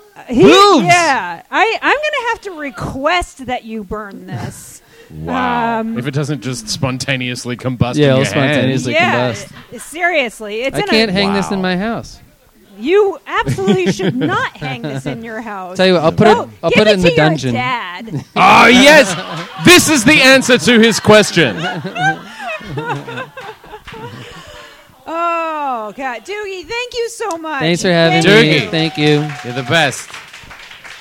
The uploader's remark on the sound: Live show monthly at KGB Bar in NYC.